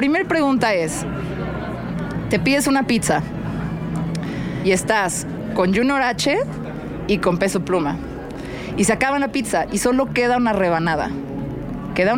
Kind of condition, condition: setting, busy venue